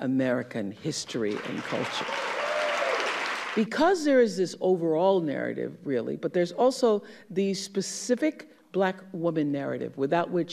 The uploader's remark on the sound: keynote speech at women's empowerment summit